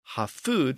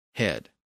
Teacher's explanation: hafud eventually shortened to one syllable in modern English by dropping the F sound in the middle, and it simply became head.